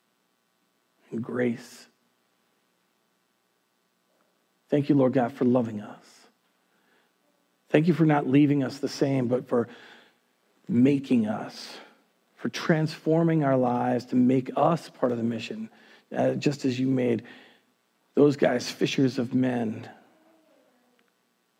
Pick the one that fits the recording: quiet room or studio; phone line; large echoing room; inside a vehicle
large echoing room